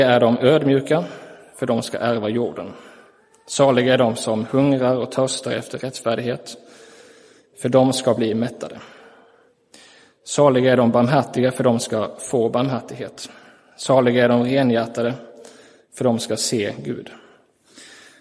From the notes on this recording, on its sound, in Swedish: Inspelad i Roseniuskyrkan den 30 juli 2023.